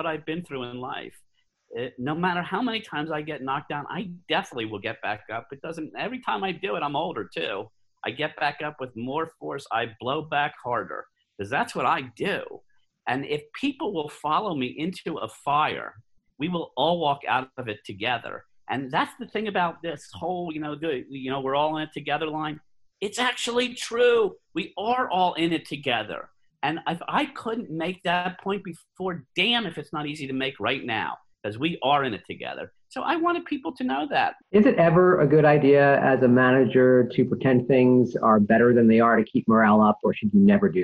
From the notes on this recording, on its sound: via Zoom